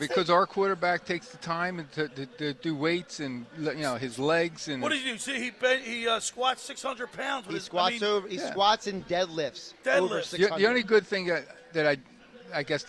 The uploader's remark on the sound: Live at The Caesars Sports Book inside the Tropicana in Atlantic City.